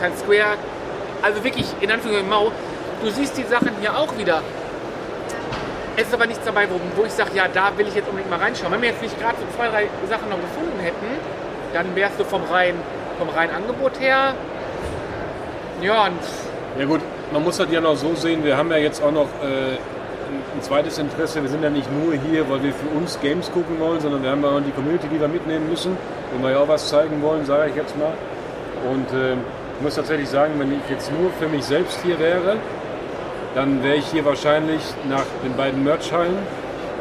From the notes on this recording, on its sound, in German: Quickie live von der Gamescom 2022. Live von der Messe.